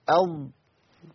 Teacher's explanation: الفم بيتقفل شوية، أض، يبقى صوتها داخل الفم · Term: صوت الضاد